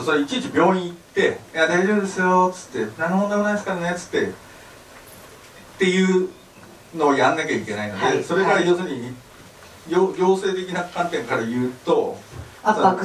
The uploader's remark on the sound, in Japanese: 渋谷の書店「SPBS」で 行われた公開収録の模様を3回に分けてお送りします。